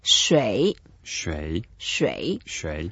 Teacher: It's the third tone, so we make sure we go down and then go up.